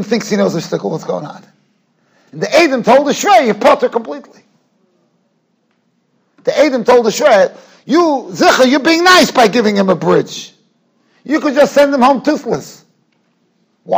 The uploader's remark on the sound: Shiur recorded in Yeshivas Ohr Reuven, Monsey, NY.